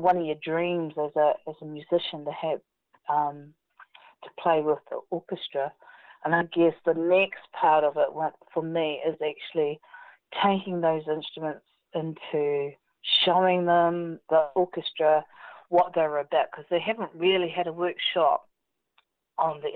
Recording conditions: phone line